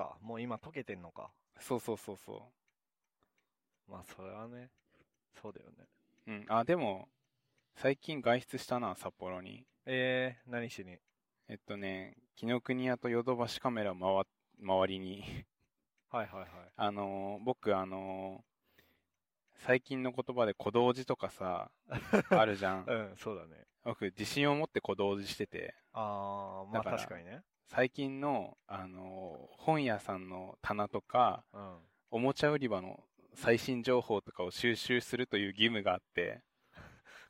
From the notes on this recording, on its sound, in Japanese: 北海道でドライブしながら収録しました。